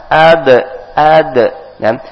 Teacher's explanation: Huruf da termasuk huruf qalqalah, dipantulkan.